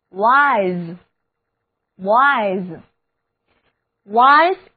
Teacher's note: 因为是开音节，所以字母 I 要读它的本音 I，而字母 S 则发浊辅音 z。